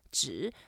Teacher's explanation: It's a third tone, 纸, and paper is generic term